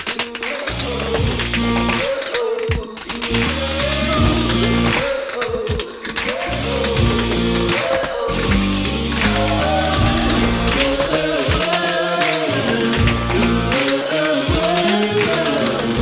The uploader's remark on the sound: Live from the Stranded Theater in New York City.